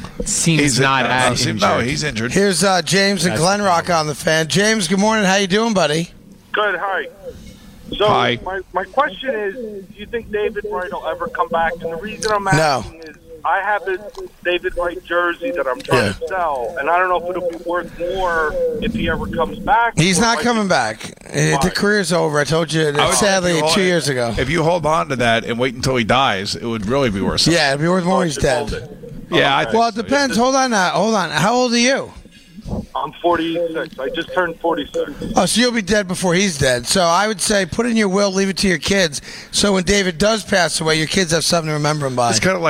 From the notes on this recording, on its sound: The guys were live from Trump National Golf Club in Briarcliff Manor.